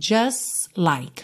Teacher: você não ouve o T de just, já junta o S